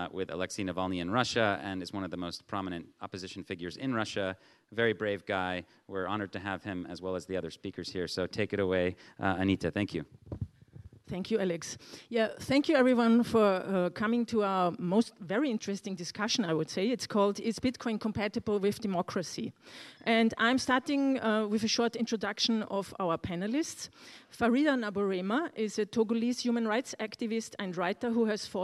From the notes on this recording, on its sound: recorded at the 2022 Oslo Freedom Forum